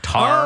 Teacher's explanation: In French Canada because you don't pronounce the D. It just sounds like tar.